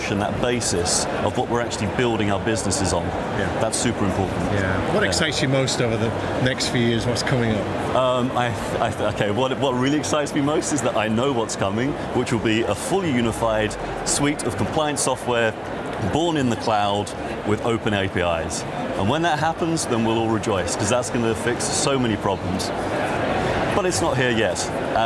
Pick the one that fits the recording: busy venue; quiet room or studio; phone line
busy venue